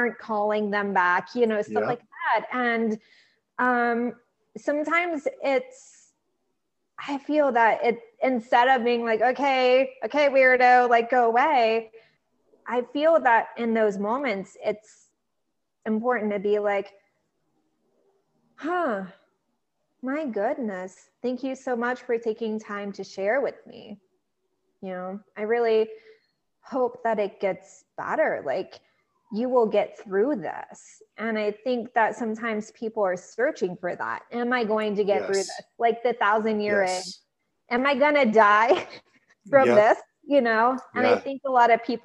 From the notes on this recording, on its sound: I had the pleasure of having a Zoom interview.